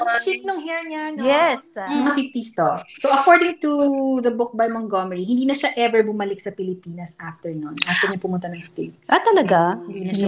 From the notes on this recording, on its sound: there are echoes